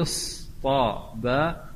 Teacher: فأبدلوا من التاء طاء، أبدلوا التاء طاء لتقريب الصوت إلى الصوت